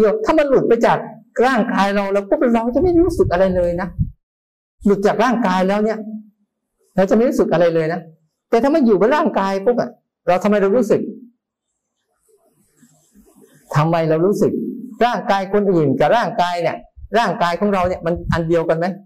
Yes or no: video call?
yes